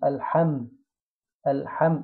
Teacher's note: الحاء الحاء بعدها ميم ساكنة. احنا قلنا الميم الساكنة نجيبها الشفتين على هيئة المبتسم بس مقفولين